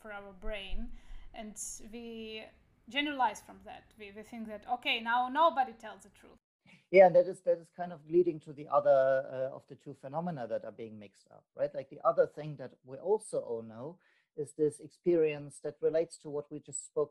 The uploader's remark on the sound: This podcast was recorded via ZOOM app.